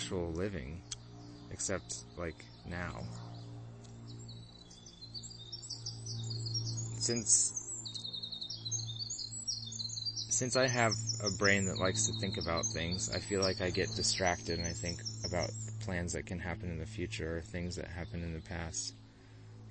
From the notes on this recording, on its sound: it was recorded totally off the cuff, with no planning, on the edge of a huge beaver pond near where I live in Vermont